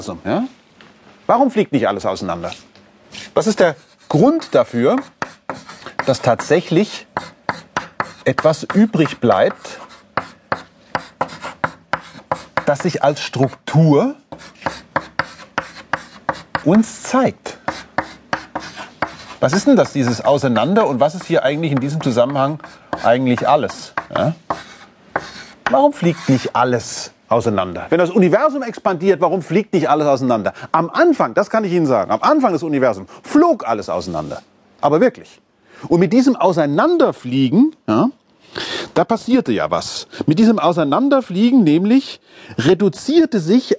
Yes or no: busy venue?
no